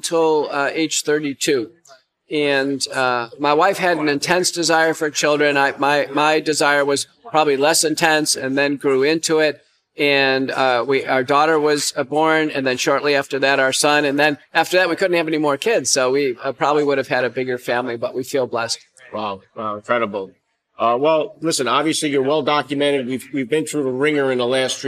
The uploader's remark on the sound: in Washington DC at CPAC for this interview